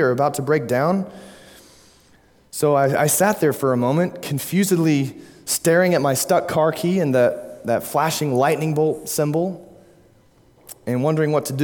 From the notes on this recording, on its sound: at Immanuel Baptist Church, Springdale, Arkansas.